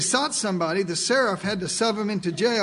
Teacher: They could not pronounce the sh sound. It always came out s. · Term: dialect problem